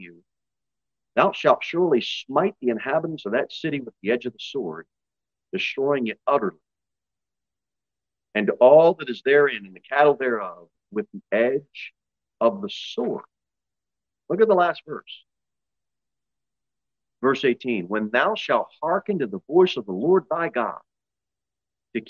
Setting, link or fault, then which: setting, large echoing room